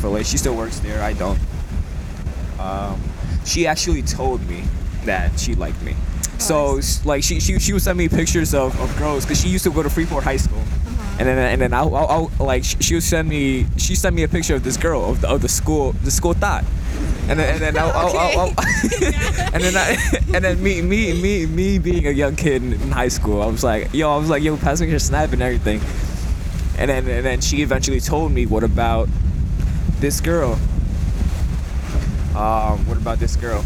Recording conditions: wind noise